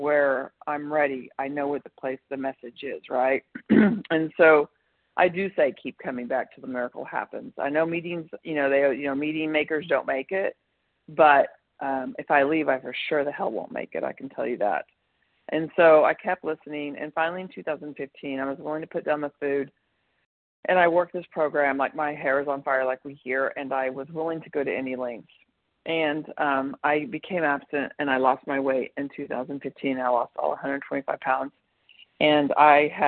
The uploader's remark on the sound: 100 Pounders Phone Meeting